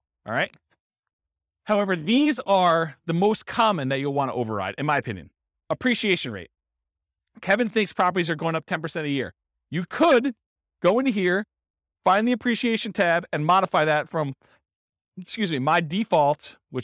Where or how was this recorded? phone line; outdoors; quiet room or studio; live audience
live audience